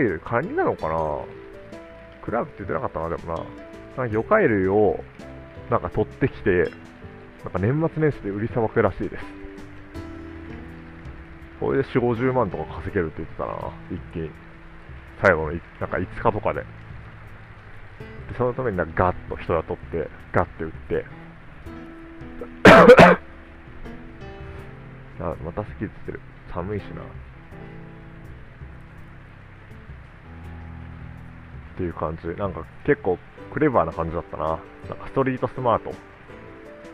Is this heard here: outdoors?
yes